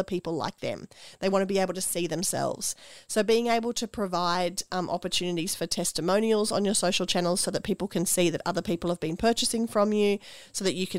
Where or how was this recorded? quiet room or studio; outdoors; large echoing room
quiet room or studio